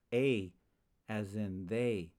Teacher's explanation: in many Ashkenazic Jewish communities, the serra is pronounced a, as in they.